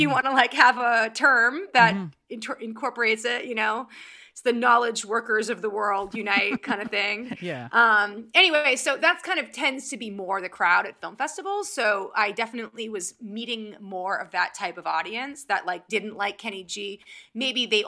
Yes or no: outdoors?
no